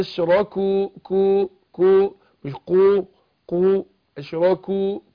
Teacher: والكاف حرف استفال مرقق